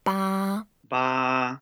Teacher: 八 is the first tone. So we make it flat.